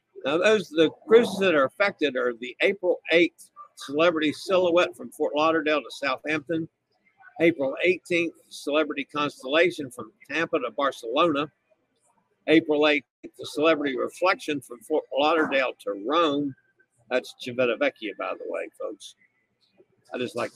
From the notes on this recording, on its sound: LIVE on location aboard the Adventure of the Seas about halfway between Galveston and Costa Maya, Mexico.